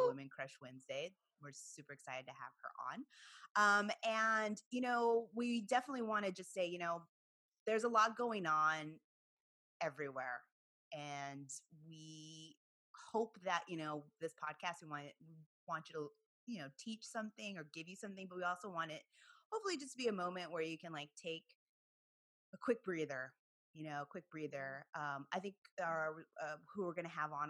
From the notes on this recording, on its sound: joins us on this Hoops Talk Podcast Zoom’d episode